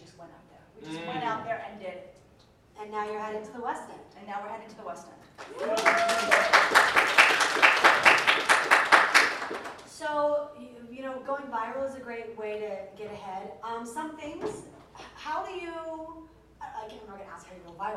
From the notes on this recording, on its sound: Live from BroadwayCon. Hosts a panel at BroadwayCon.